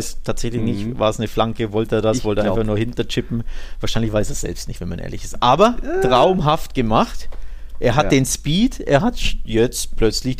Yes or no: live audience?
no